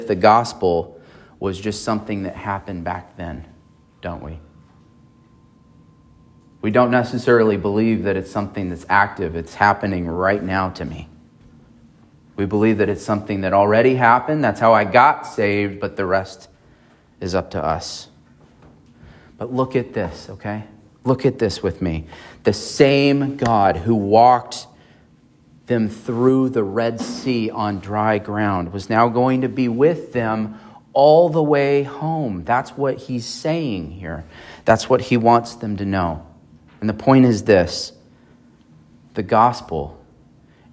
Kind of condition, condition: setting, large echoing room